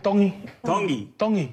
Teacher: You pronounce the T's like a D